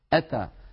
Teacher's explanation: هذه الهمزة شديدة وفيها انحباس للصوت